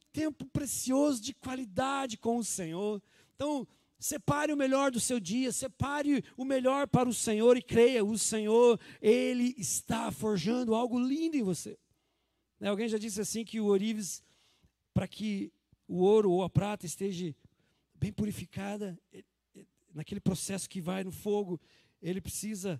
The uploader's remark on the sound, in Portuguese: Culto de Páscoa, dia 12/04/2020 na Igreja ABA Curitiba (Transmitido ao vivo)